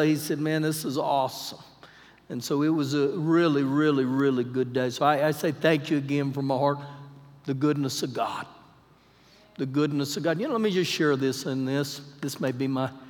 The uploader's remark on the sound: Recorded live during our Wednesday night service